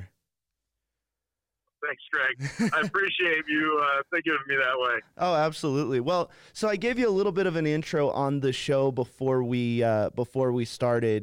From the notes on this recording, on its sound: on the phone to interview him